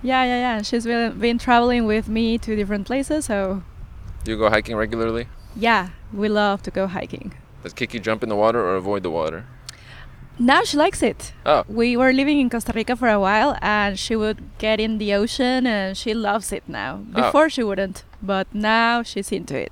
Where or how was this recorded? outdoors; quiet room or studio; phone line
outdoors